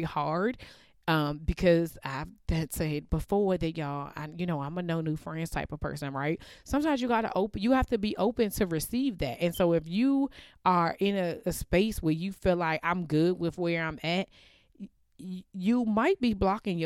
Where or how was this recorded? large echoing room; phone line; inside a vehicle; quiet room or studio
quiet room or studio